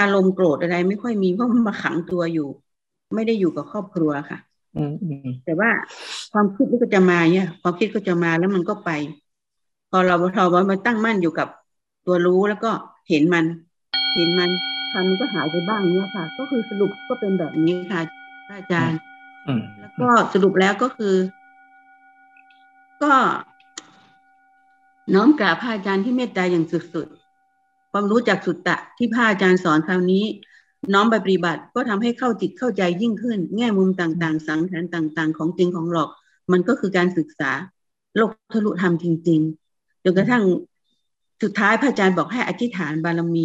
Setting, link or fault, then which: link, video call